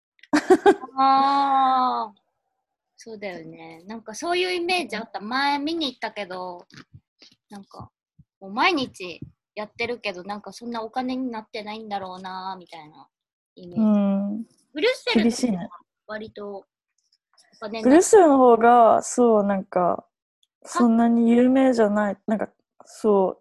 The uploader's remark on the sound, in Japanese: zoomで）